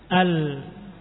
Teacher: tepi lidah yang bagian depannya, lebih mudah yang sebelah kanan, dengan gusi gigi seri atas. Makhrajnya huruf lam.